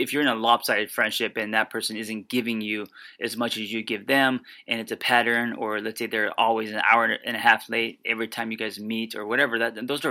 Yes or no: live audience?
no